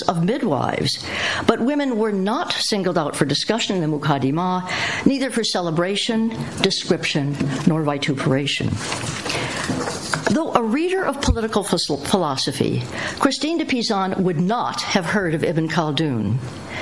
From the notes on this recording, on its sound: lecture held at CEU in 2010